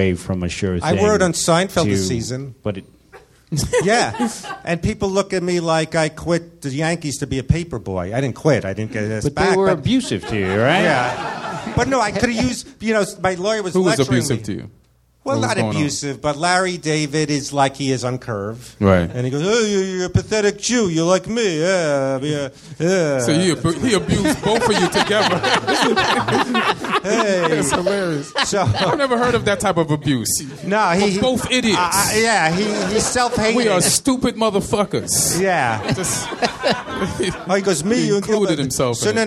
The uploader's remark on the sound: All Things Comedy Live Podcast. At Nerdmelt 7522 Sunset Blvd. Los Angeles, CA.